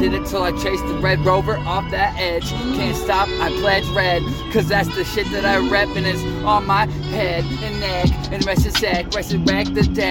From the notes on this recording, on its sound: it's recorded literally driving so excuse the static in the back